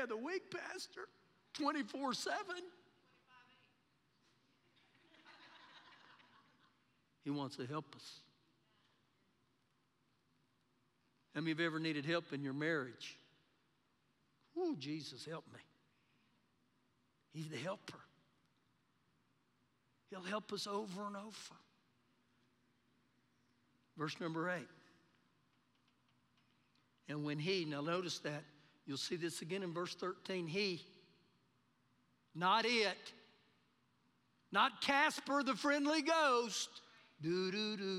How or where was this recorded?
large echoing room